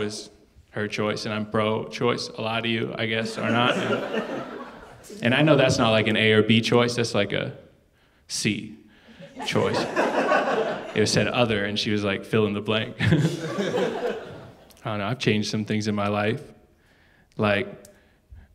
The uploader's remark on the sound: stand up from the Just For Laughs Festival in 2019